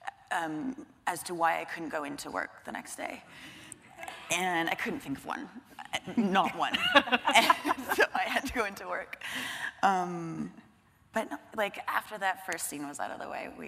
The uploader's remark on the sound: The conversation was recorded on March 14, 2016 in front of a live audience at New York's 92nd Street Y.